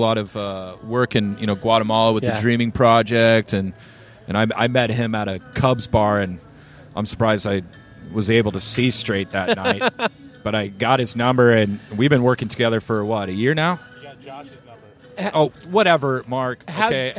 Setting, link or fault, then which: setting, outdoors